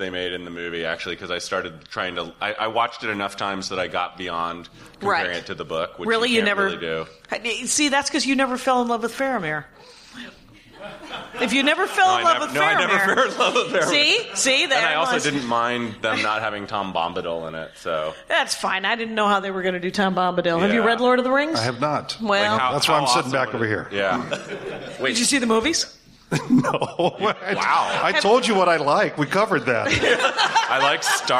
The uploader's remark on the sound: This is the first LIVE Dork Forest. In Seattle, before a live audience.